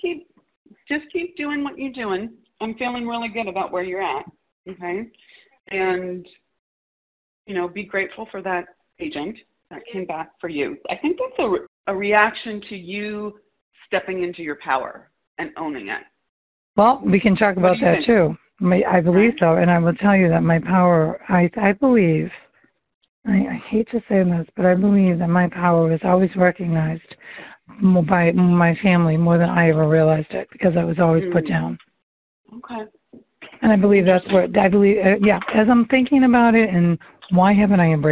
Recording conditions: phone line